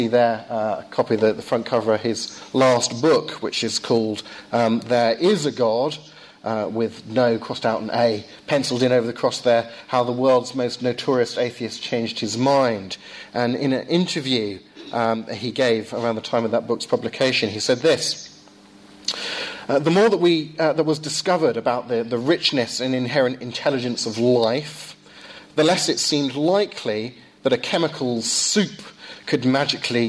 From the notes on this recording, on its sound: Lecture delivered at Downe House School.